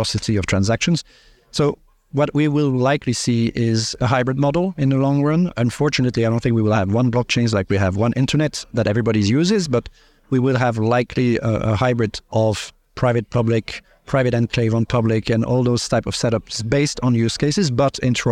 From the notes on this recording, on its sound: recorded at Sibos